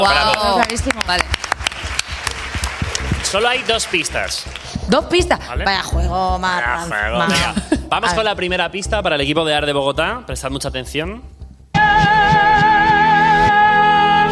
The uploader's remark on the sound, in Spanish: el live show montado en el Teatro Alcázar de Madrid